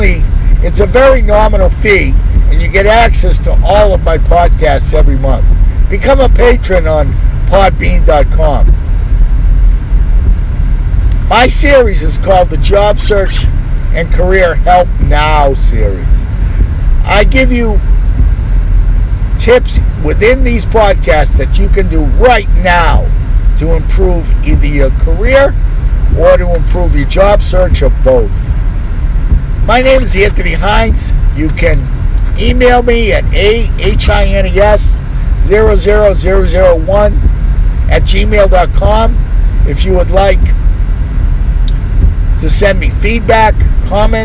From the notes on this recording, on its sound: You may get some extra background noise here.